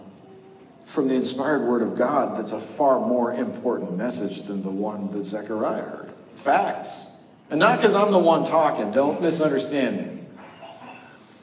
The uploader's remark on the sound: The audio had to be pulled from our live stream due to an error with our audio recording device. The cavernous echo is a bug, not a feature.